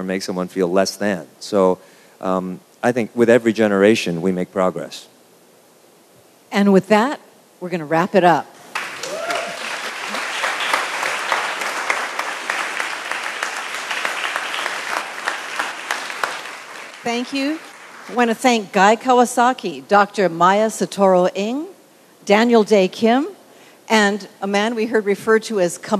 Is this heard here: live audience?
yes